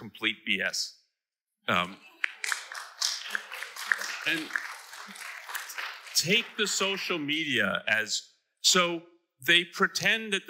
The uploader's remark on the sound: Recorded live at Ayn Rand Con Europe 2023.